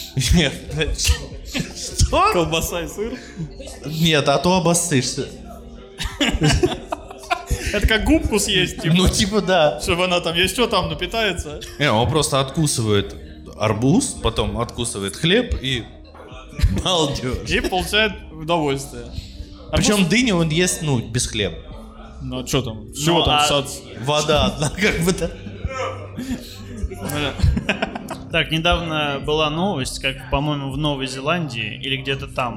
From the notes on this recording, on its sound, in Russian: ЖИВОЙ выпуск подкаста! Мы впервые записывали подкаст с живой аудиторией в баре.